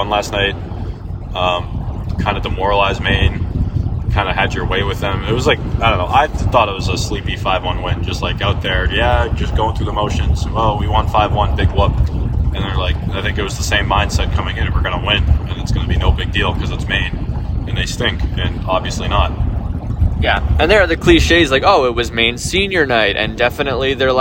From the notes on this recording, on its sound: a special "carcast" on their drive from Orono, Maine